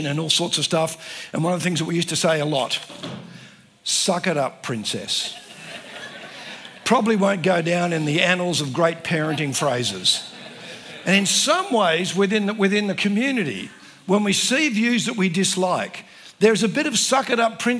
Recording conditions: live audience